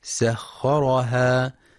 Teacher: ينتبه القارئ في كلمة سخرها لترقيق السين، فلا يقرأ بتفخيمها فتنقلب صادا